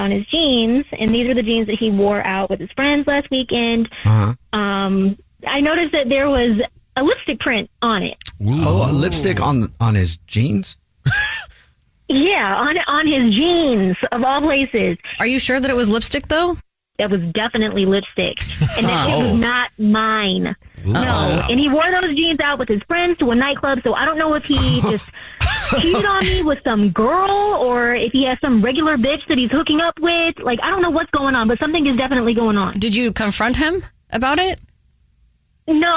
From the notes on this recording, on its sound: on the phone today